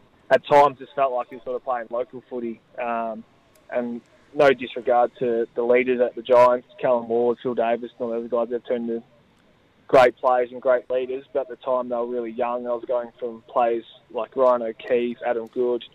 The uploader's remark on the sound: called in to Saturdays in Gippsland